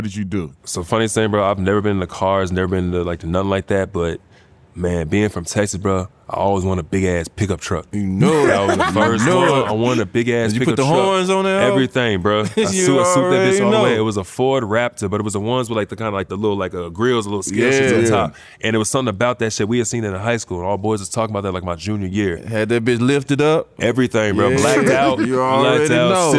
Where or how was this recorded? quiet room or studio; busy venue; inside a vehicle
busy venue